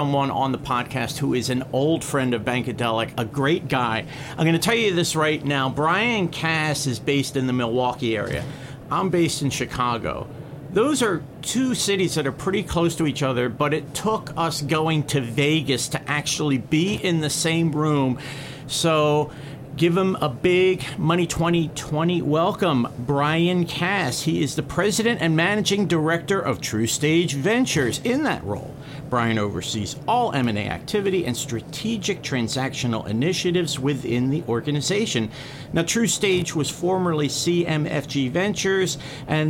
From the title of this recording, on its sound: LIVE FROM MONEY 20/20